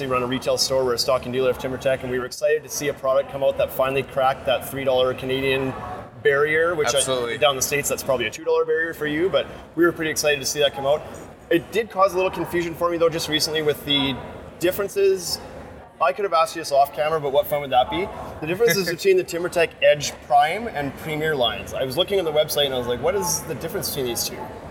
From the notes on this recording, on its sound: Live from Las Vegas at IBS 2019